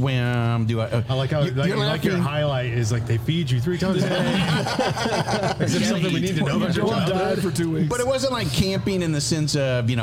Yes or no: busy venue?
yes